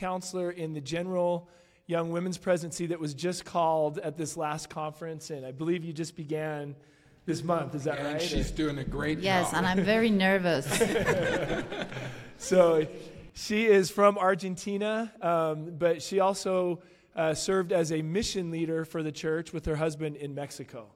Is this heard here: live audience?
yes